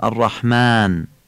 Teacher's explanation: ما الف رحمان رو مثل الف الله ایه کشیده میخونیم، یعنی نازک میخونیم، ترقیق میکنیم.